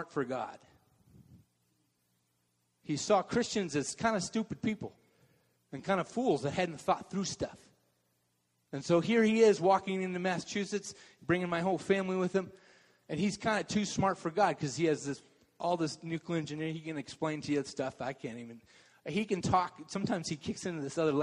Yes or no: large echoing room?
yes